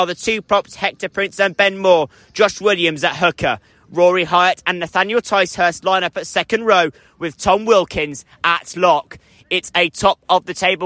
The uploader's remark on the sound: The top two teams in the Southern Premier division of BUCS Rugby League clashed at the Rubber Crumb. Live commentary of this clash of the titans between champions and vice-champions.